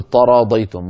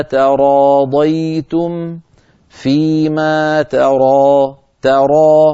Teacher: تاء مرققة وبعدها راء مفخمة، فلا نفخم التاء بسبب مجاورتها للراء · Shown in: second take · قد تتحول إلى طاء إن فعلنا ذلك. مثلا فيما تراضيتم